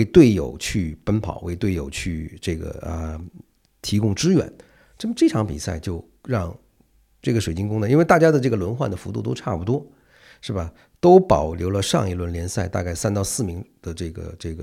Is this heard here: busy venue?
no